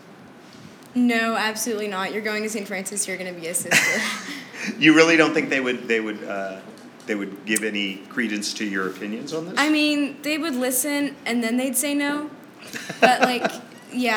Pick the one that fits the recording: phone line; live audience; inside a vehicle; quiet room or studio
live audience